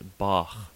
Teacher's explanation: the voiceless velar fricative h is used only in loan words such as bach